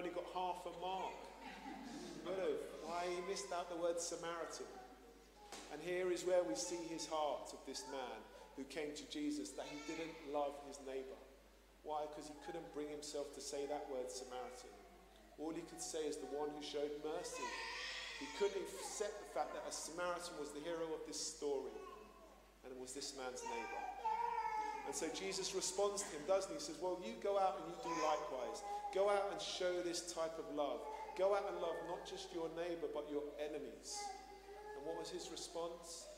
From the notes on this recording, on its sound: Streamed live at St Paul's Shadwell